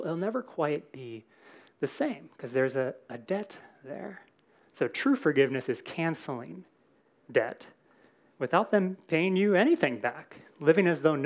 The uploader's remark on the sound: Recorded in SAL101.